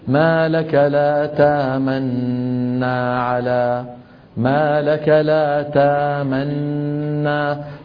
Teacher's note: فيأتي بنون مشددة لا روم ولا إشمام معها. هذا المحض، المحض يعني المجرد. · Term: الإدغام المحض